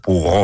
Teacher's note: Bé, de fet, haureu de dir pugó amb aquella R gutural, que per cert es diu R uvular